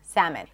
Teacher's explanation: make sure it's two syllables, salmon, schwa at the end